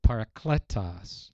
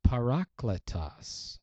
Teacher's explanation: I've always pronounced it, the Greek word for counselor, comforter, I've always pronounced it parakletos. But in Greek, it's parakletos. The emphasis is on the middle syllable. · Shown in: second take